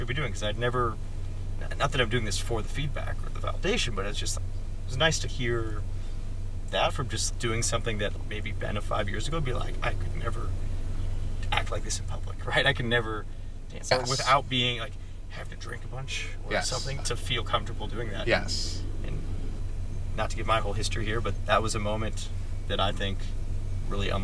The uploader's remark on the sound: Car episode. We spent 30 minutes in the car before going to SOUND nightclub in Chicago.